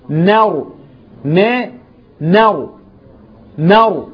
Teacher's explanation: الراء ساكنه هنا ار مفخمه فنقول نار نا نار نار فخمنا الراء لانها ساكنه وقبلها ايه فتحه فلما كانت ساكنه سكون اصلي وقبلها فتحه فخمناها لا يسخر خر · Term: تفخيم